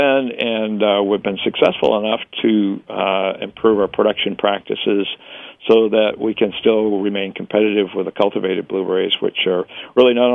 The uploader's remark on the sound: via the phone lines